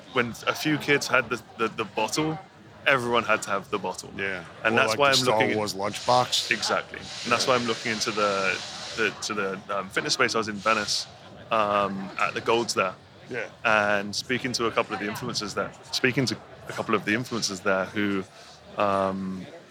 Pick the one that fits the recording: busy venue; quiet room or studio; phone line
busy venue